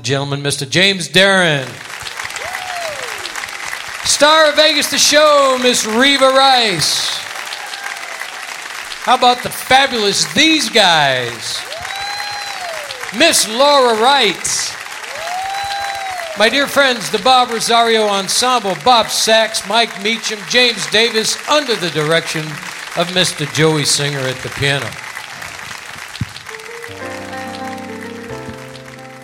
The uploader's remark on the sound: Live at the SouthPoint Casino